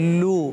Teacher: एक अलिफ यानी दो हरकात के बराबर खींच कर पढ़ेंगे · Term: वाव मद्दा